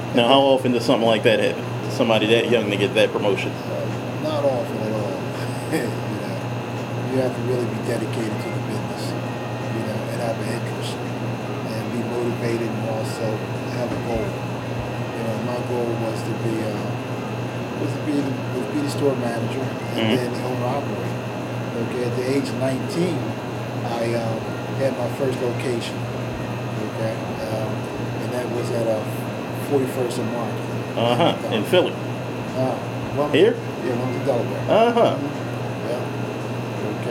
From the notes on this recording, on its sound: There was a bit of a humming sound in the background that could not be edited out.